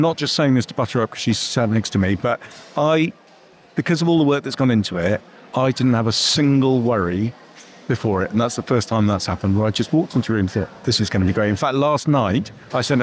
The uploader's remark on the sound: Live from Devon Business Show 2023. Produced by Fresh Air Studio, Plymouth.